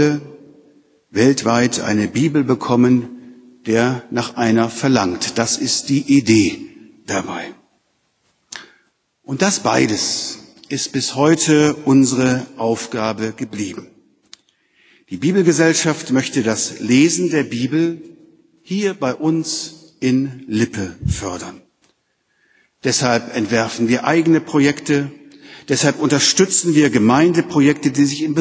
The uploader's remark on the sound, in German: Gottesdienst mit der Lippischen Bibelgesellschaft